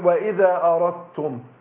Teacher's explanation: ادغمنا الدال في التاء. ولذلك في المصحف عندنا ايه هتتلاقوا ان الدال ما عليهاش علامه السكون والداء والتاء بعدها ايه مشدده.